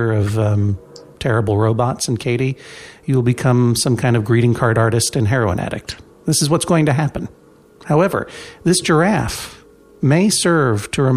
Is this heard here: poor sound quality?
no